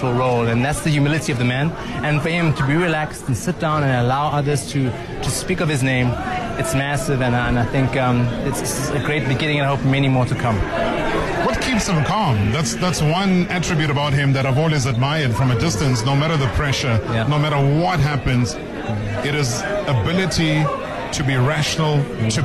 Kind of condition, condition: setting, busy venue